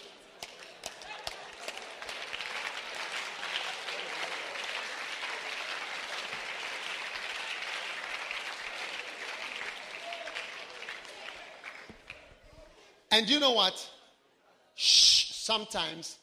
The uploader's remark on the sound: Preached at the Wisdom Impartation Service.